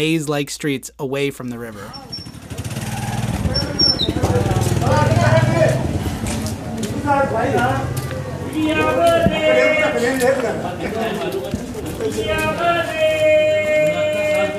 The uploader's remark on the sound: share sound recordings from this incredible yet sometimes chaotic country